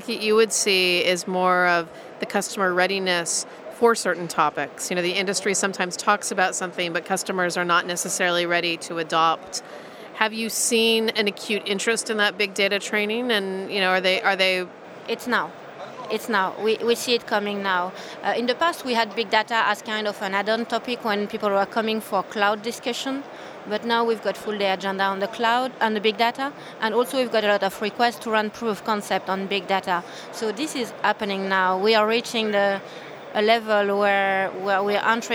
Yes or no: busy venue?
yes